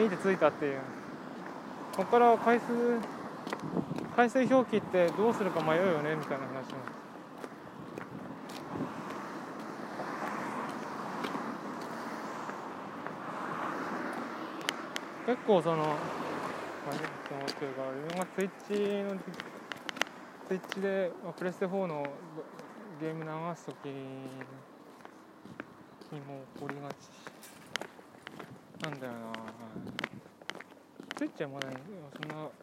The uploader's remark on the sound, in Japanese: 通勤時，バスを降りてから職場まで歩く時間に，iPad miniのボイスメモを回してみる。